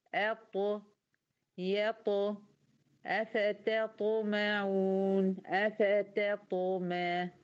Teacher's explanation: شديدة مجهورة مقفولة خالص، انحباس للنفس، انحباس للصوت · Term: القلقلة